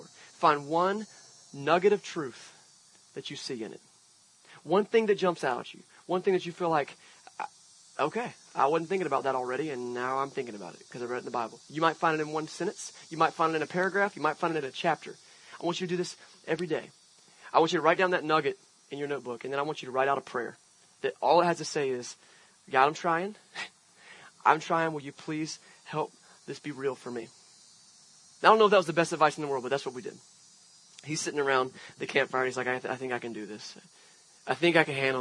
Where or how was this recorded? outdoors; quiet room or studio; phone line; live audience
outdoors